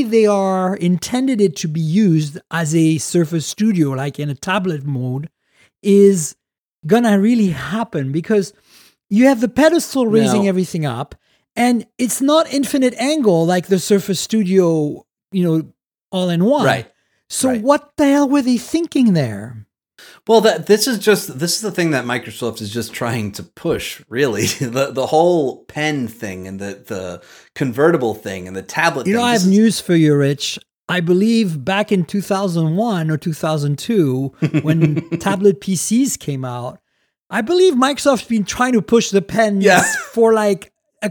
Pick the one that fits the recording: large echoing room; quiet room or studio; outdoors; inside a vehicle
quiet room or studio